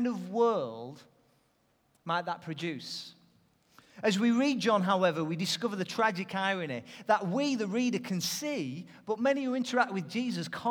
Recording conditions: large echoing room